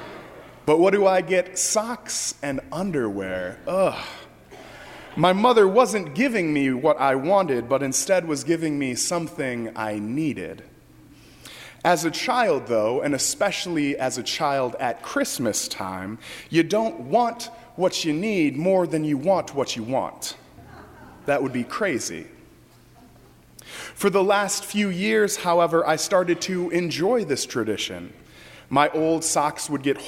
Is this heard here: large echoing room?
yes